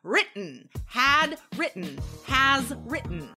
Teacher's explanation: We usually don't say written, right? We use that glottal stop.